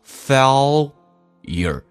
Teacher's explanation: 美式发音叫 failure，那个 L 提前发 failure